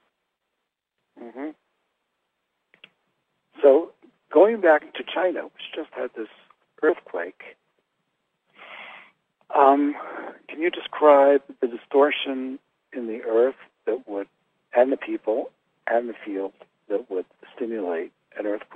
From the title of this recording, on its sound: Conference Call LIVE, April 4, 2022